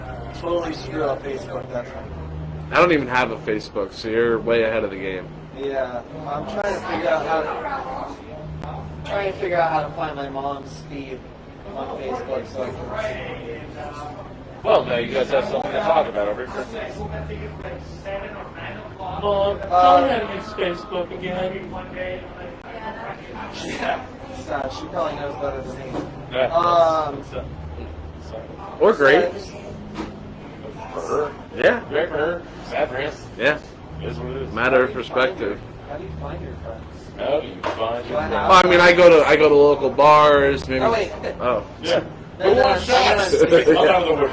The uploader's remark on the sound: the sound quality is meh